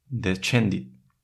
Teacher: SC seguida de E o I se pronuncia también como che